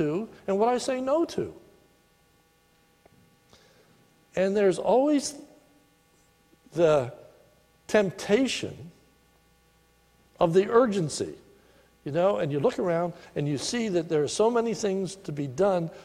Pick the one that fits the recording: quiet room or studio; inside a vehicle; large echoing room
large echoing room